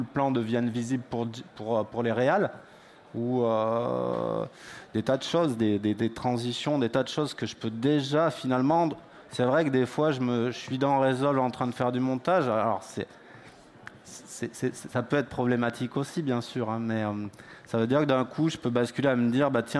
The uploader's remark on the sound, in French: Questions et réponses avec le public. Salon des Technologies de l’Image et du Son.